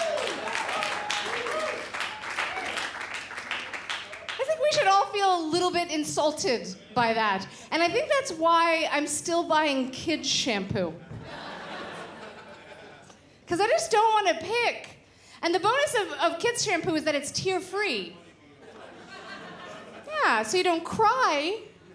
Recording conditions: live audience